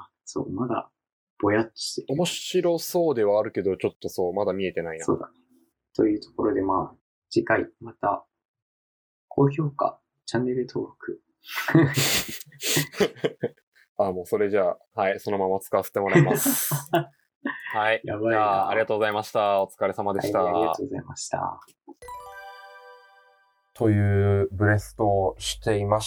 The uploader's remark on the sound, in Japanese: 音質悪すぎ&Bonus track寝起き過ぎてマジでごめんなさい。そろそろちゃんとしたマイク買います。